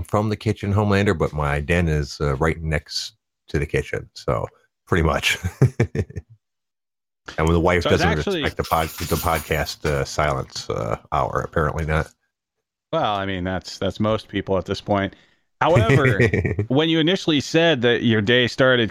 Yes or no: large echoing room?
no